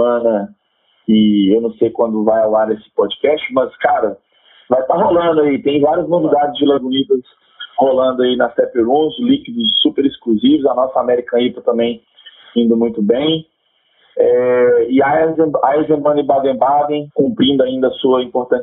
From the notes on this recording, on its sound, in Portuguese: Não se assuste com o áudio, ele melhora consideravelmente a partir do segundo episódio!